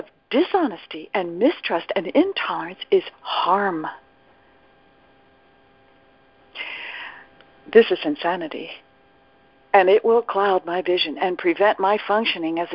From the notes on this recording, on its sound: ACIM Daily TEXT Conference Call